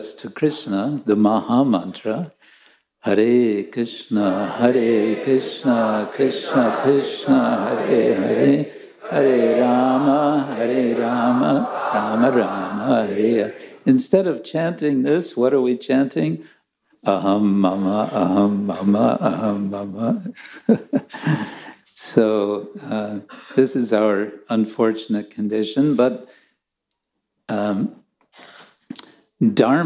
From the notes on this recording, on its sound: Lecture from ISKCON Chowpatty.